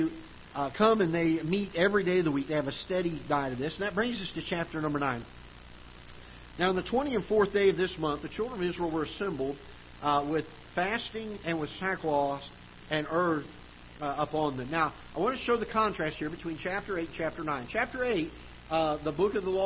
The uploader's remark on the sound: Ketha Heights Baptist Church ~ Live Broadcast